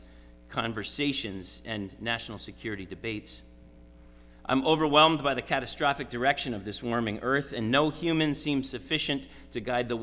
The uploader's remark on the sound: Sermon preached at RCHP on January 22, 2023.